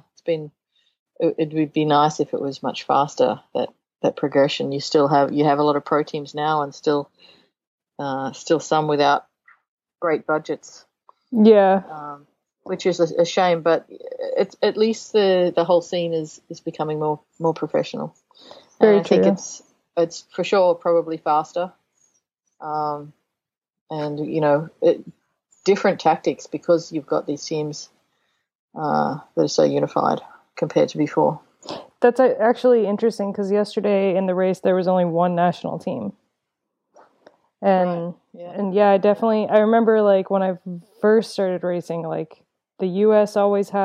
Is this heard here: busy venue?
no